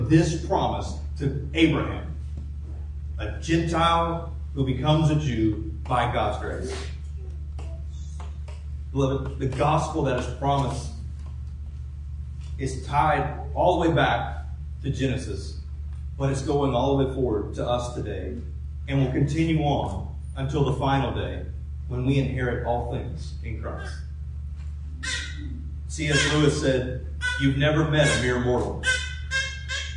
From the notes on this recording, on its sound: Please forgive the poor audio quality